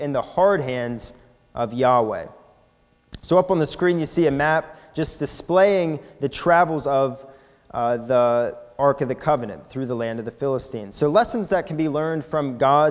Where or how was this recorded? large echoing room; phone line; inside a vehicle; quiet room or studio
large echoing room